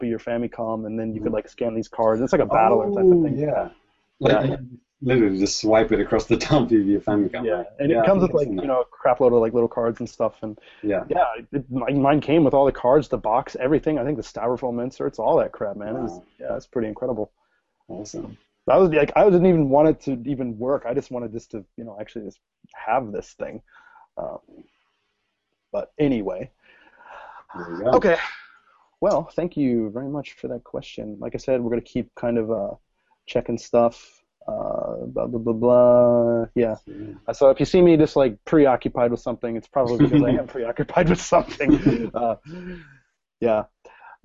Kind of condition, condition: link, video call